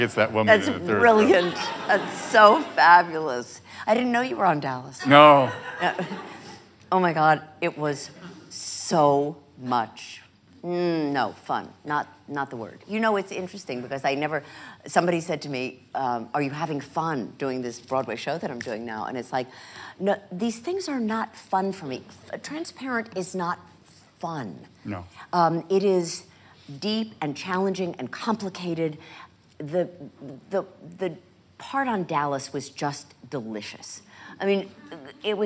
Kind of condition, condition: setting, live audience